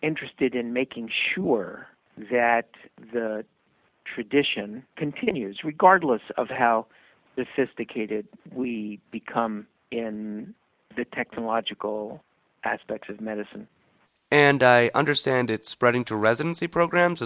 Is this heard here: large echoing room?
no